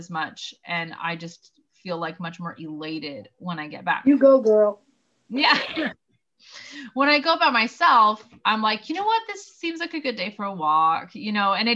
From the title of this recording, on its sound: First Zoom of 2021!